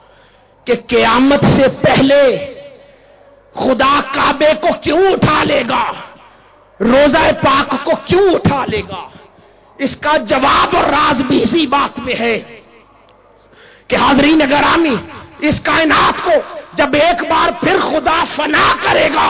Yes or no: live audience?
yes